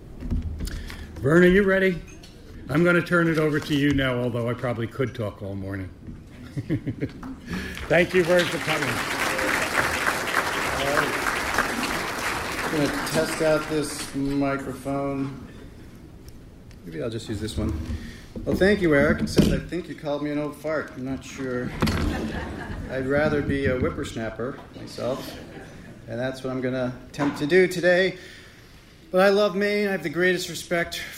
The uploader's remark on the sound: Keynote address from 2016 Farmer-to-Farmer Conference. WERU 89.9 FM Blue Hill, Maine.